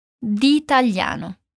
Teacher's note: o som do A é bem aberto e não anasalado, como fazemos, né, no português.